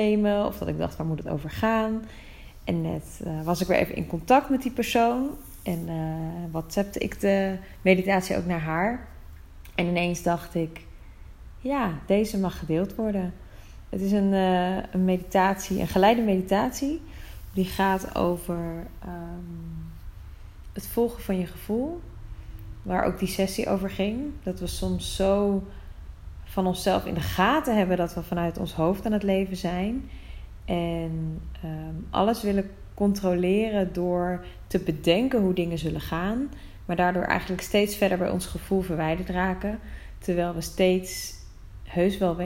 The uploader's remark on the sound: Het is een meditatie die ik opnam tijdens een sessie, live, niet geregisseerd (zoals altijd eigenlijk). Don't mind the omgevingsgeluiden..